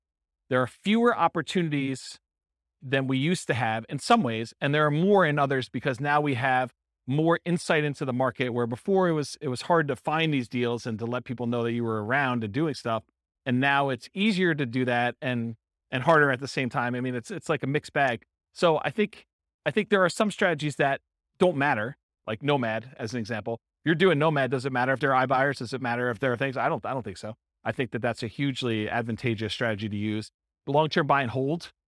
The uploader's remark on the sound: This was a live class recorded. Real estate entrepreneurs in Vancouver, Washington.